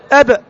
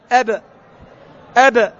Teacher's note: اضطراب المخرج عند النطق بالحرف المقلقل · Term: القلقلة